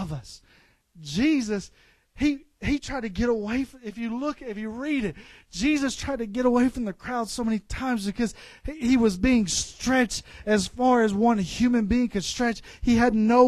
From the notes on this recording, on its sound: This episode contains the extracted audio from a service at River City Pentecostals.